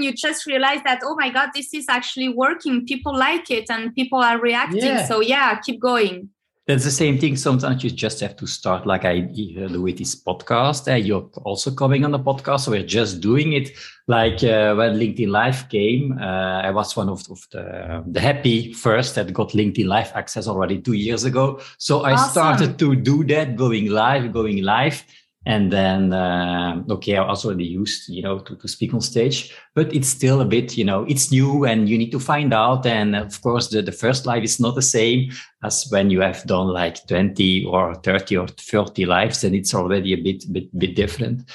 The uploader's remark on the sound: This episode was recorded through a Zoom-call on November 24, 2021.